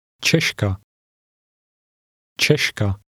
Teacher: With this accent, the Czech S has a sh sound.